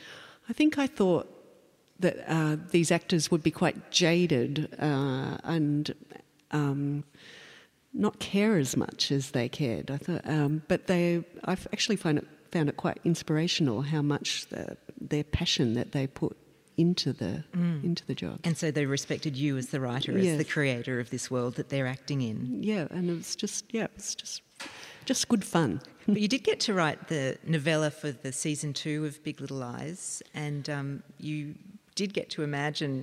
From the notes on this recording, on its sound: Recorded at the Castlemaine Town Hall. Presented in partnership with Castlemaine State Festival – A Dialogues Special Event.